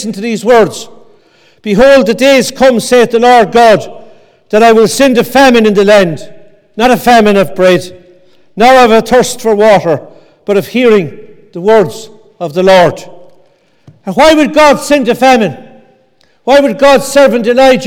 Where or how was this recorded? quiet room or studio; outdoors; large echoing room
large echoing room